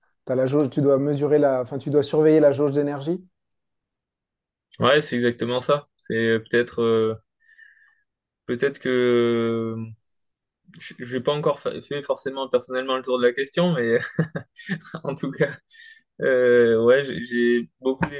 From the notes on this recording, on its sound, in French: Nous avons enregistré en novembre 2023 à distance.